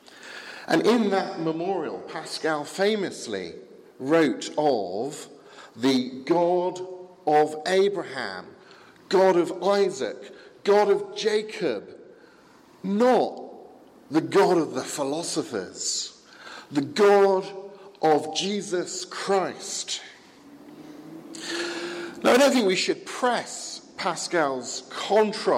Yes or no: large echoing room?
yes